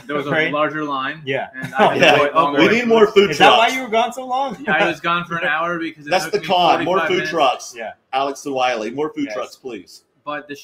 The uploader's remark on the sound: LIVE FROM THE UNION MARKETPLACE CARD SHOW AT DEL MAR, CA FAIRGROUNDS AND RACETRACK